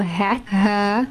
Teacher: The lower throat, this is the part of the throat which is closest to the chest, furthest from the opening of the mouth. Hamza and ha are pronounced from here.